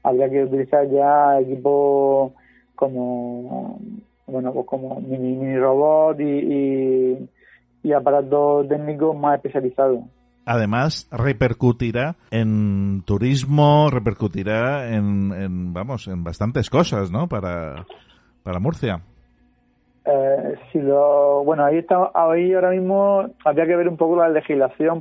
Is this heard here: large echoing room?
no